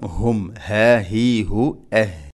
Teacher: ഹും ഹ തൊണ്ടയുടെ താഴെ ഭാഗം.